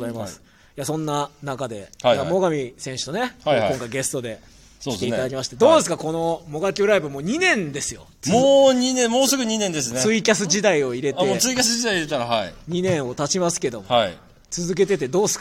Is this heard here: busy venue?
yes